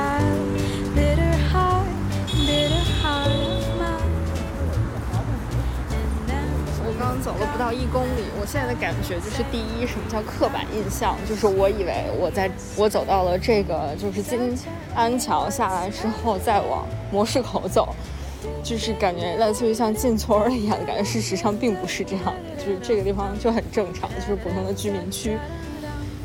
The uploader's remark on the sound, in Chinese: 用 audiolog 的方式，去北京西边儿转一转。午后一起坐着地铁去体验一场 mini tour。